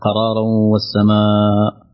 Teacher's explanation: تنوين أتى بعدها حرف الواو، والواو من حروف الإدغام بغنة